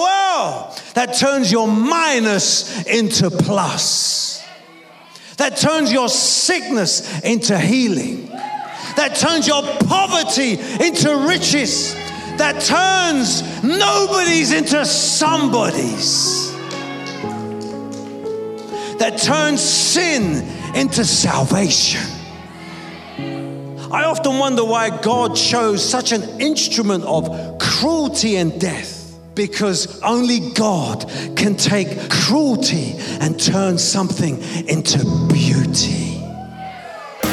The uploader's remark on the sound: preaching at a Church in Thailand